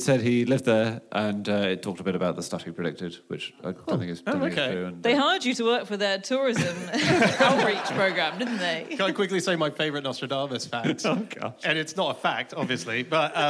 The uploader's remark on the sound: Live from the Bloomsbury Theatre, London